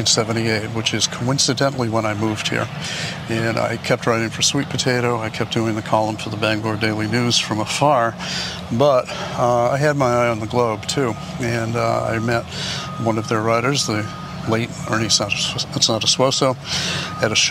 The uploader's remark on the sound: Takin A Walk in Brookline Mass.